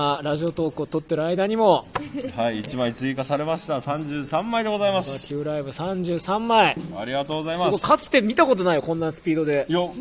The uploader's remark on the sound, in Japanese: モガキューライブ乱入 from Radiotalk。2WFでの試合後にモガキューライブに乱入して収録！